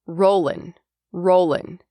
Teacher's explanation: sometimes you'll hear native speakers drop the G at the end of ing words. So instead of saying rolling, you may hear rollin', rollin'.